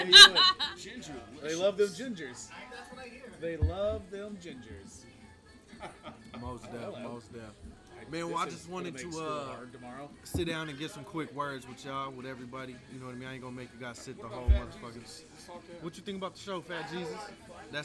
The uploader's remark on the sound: In this epsiode we sit down on the patio at Double D Saloon. Audio was recorrded outside.